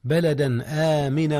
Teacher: هكذا التنوين أظهر قبل الهمزة · Term: الإظهار